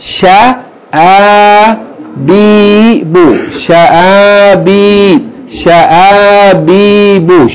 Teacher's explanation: there's a break in this word because of hamza with fatha